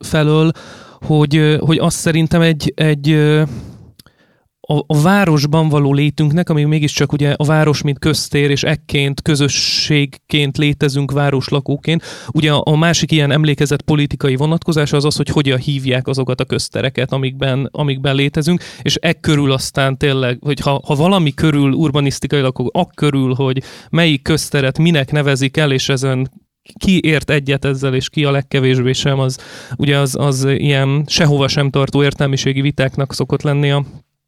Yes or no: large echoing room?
no